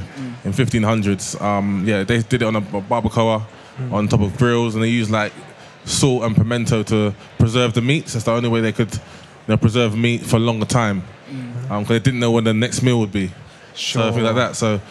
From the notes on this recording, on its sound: Live from the BBC Good Food show